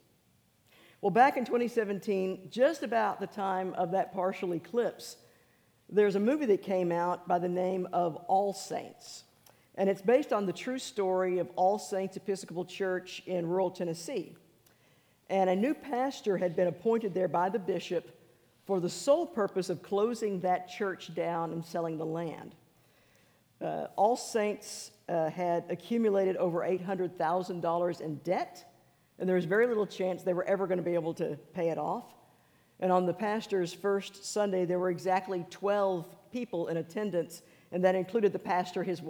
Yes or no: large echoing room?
yes